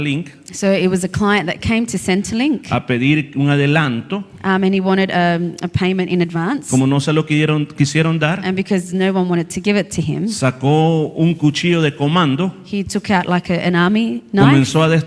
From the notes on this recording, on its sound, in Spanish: Este predica se transmitio en vivo el domingo 29-10-2023 en la iglesia cristiana Jesus es el camino ubicada en la 50 frape avenue yokine.